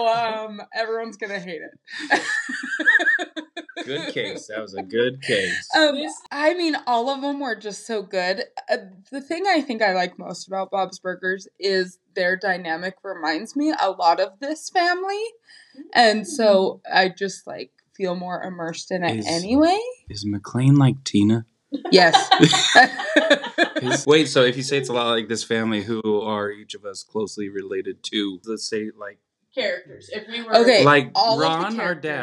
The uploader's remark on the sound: We know the audio quality is not great and we apologize for that. This was our first time recording in the same room!